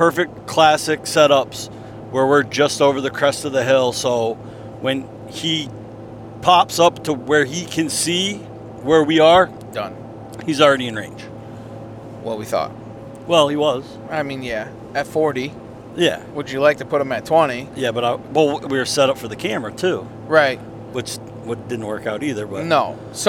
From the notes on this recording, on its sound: We are in the truck driving home from roosting birds at night.